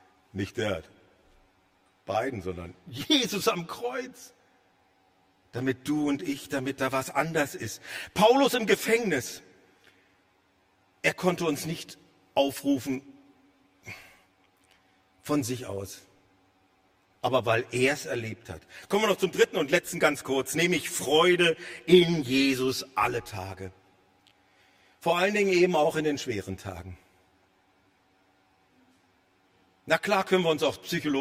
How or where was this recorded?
large echoing room